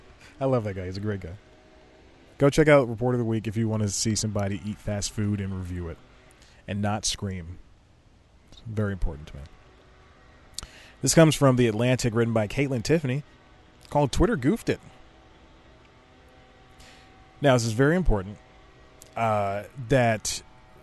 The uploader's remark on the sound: Sits in the back of his car. Shoots an entire show on his phone that only falls nine times.